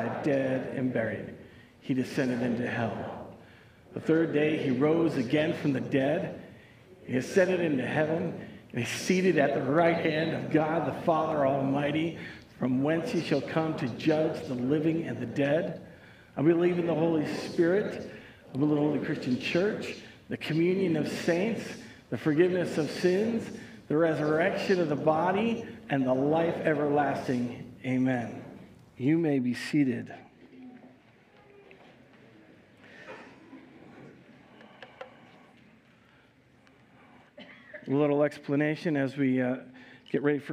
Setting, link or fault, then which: setting, large echoing room